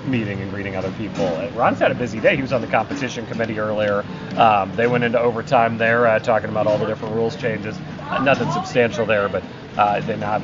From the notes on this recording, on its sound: live from the NFL league meetings in Phoenix